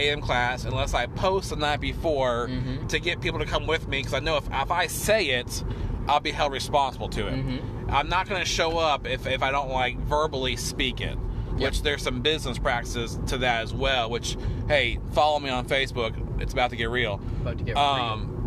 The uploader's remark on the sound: do our first podcast in the car